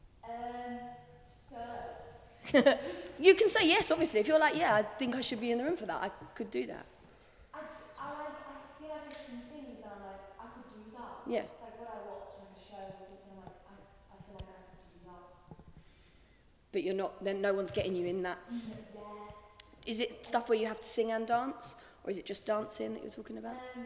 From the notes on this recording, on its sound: At The Ins And Outs easter intensive we had a Q&A